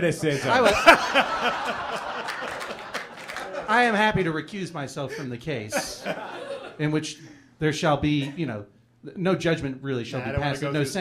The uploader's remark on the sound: A special video episode, recorded live at MaxFunCon